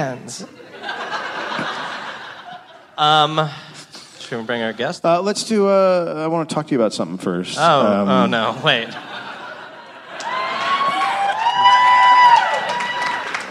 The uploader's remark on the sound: Live LA Podfest.